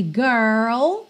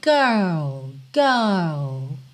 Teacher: No americano, a gente enrola mesmo R, girl. No britânico, girl, girl, ok?